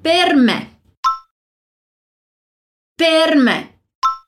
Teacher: Aqui a gente capricha na pronúncia do R, que é aquele R gaúcho, aquele R mais forte